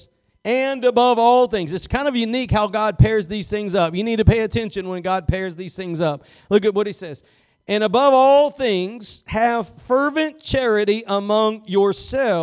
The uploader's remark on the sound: Preached at Gospel Lighthouse in Bossier City, La.